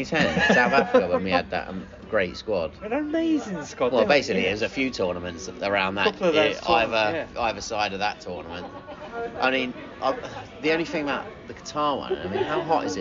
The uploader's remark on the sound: In the pub to record this weeks pod. There is a cracking joke, some singing and lots of footy chat.